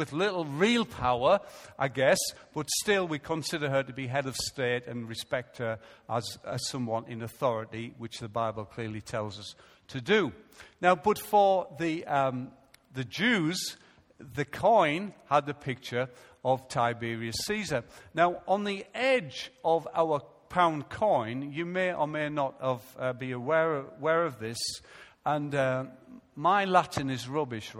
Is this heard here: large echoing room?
yes